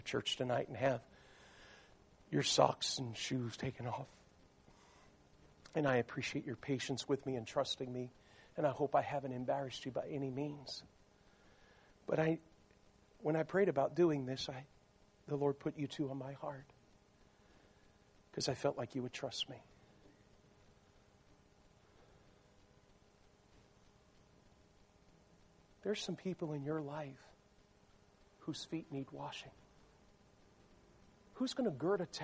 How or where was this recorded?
large echoing room